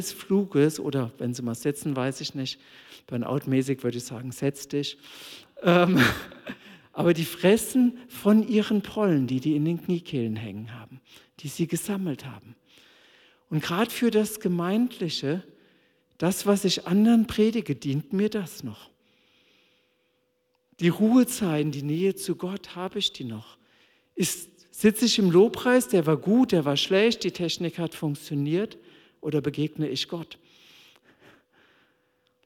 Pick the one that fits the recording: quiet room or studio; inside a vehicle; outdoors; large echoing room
large echoing room